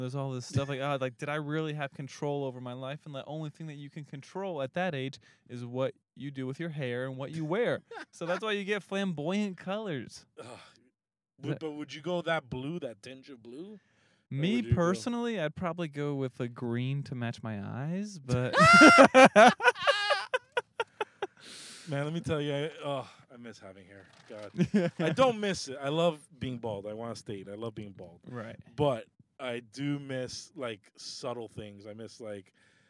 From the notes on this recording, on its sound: We are in the car. Recorded at Thank You Miami.